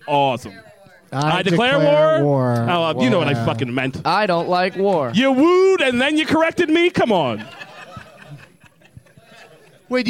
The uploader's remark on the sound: Live from Fantastic Fest in Austin, TX